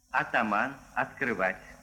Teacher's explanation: Начальные «а» и «о» произносятся всегда как «а», в каком бы слоге они ни оказались.